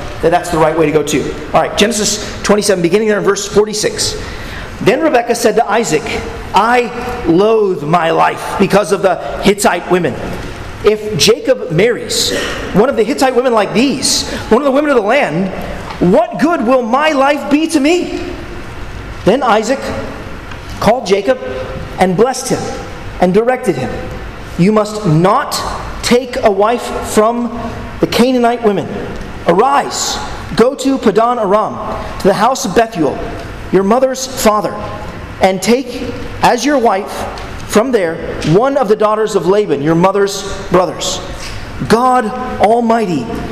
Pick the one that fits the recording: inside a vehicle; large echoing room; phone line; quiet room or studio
large echoing room